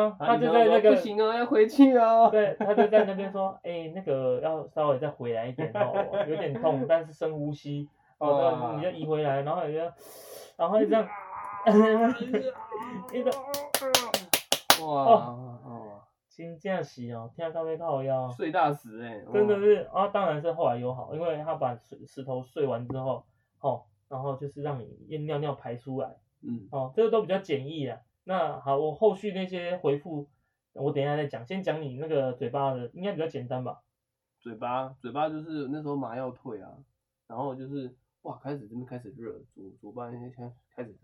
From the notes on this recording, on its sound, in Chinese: 這一集的收音會有點瑕疵。